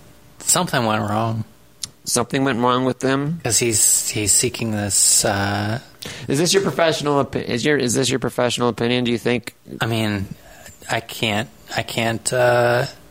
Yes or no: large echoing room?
no